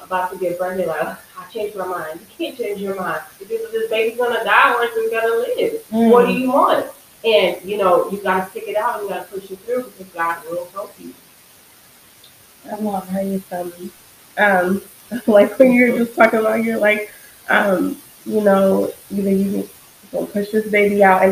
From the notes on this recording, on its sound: There were some technical difficulties that occurred while recording this podcast. There will be some static starting at the 36 minute mark.